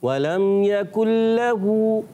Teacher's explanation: یہاں ولم یکل لہو یہ لام جو ہے نا پیاری بچی باریک رکھنا ہے، کیونکہ اس میں اللہ پاک کا جو لام ہوتا ہے نا اس سے پہلے زبر اور پیش آئے وہ موٹا ہوتا ہے.